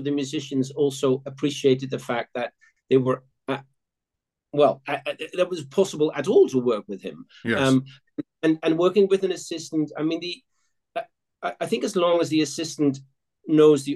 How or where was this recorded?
video call